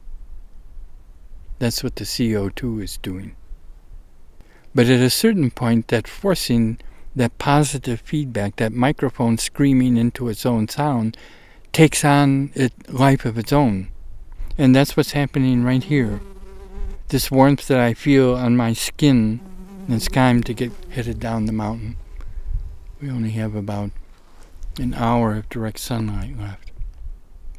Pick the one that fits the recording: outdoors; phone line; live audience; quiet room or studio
outdoors